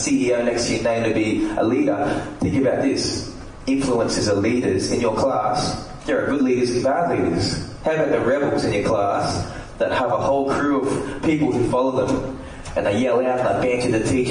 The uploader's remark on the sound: recorded live at the session